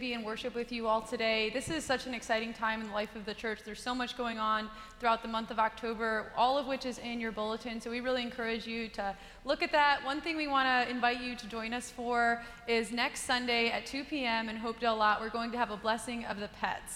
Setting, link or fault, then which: setting, large echoing room